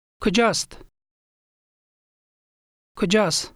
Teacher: Did you notice that final t sound was omitted?